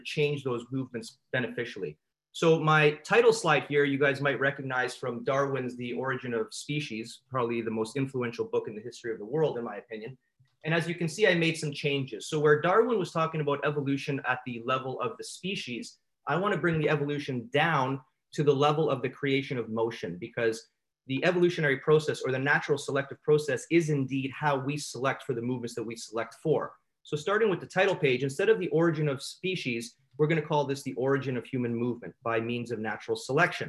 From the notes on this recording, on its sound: In this episode, I had the privilege of speaking at the Royal College of Chiropractic Sport Sciences of Canada (RCCSS) Move 2020 Virtual Conference